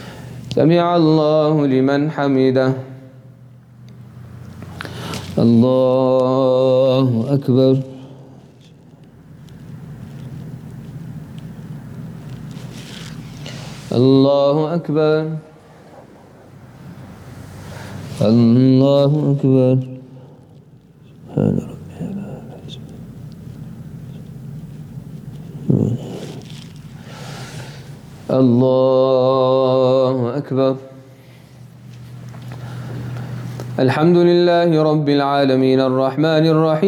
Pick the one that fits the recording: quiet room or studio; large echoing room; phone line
large echoing room